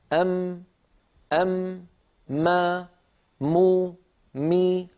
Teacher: تجدون بأن الأنف يعمل مع الشفتين في إخراج حرف الميم، بدليل لو سددنا الأنف وقلنا أم، ما، مو، مي، نجد بأن الصوت قد اختل ولم يعد ميما صحيحة. · Term: الغنة